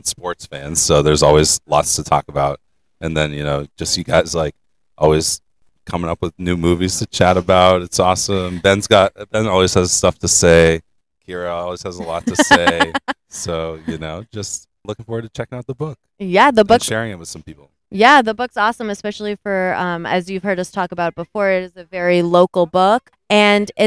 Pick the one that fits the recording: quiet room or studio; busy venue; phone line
busy venue